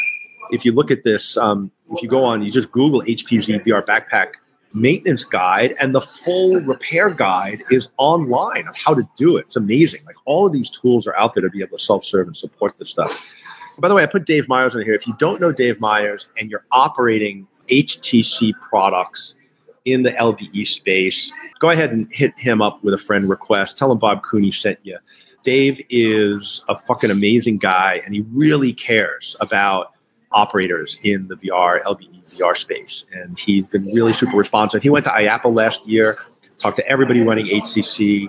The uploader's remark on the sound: Live at the AAMA Annual Meeting. LIVE from AAMA Annual Meeting and Gala, where all the amusement manufacturers gather each year to showcase their new products to distributors.